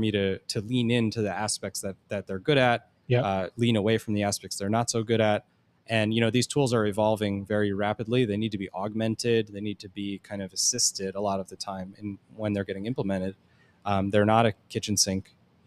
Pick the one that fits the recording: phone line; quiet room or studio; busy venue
busy venue